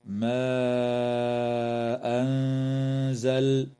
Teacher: وتمد الألف في قوله تعالى: ما أنزل، من قبيل المد المنفصل بمقدار 4 أو 5 حركات